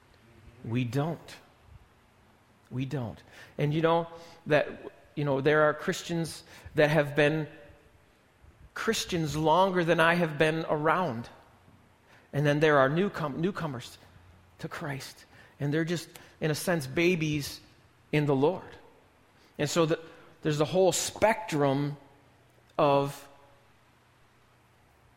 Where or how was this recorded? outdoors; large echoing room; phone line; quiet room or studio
large echoing room